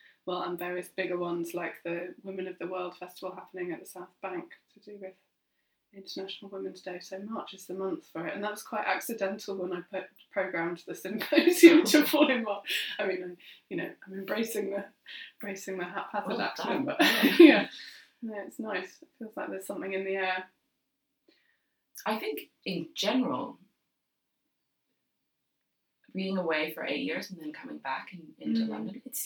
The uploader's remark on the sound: Apologies, dear listeners, for the poor sound quality. Technical hitch.